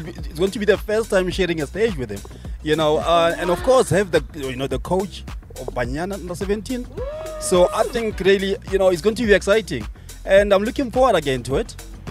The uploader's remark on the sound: outside SAFA House